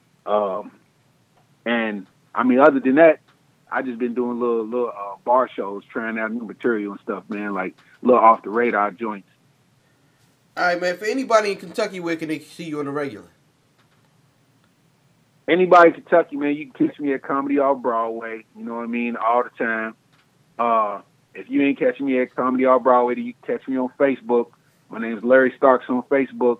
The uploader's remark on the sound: called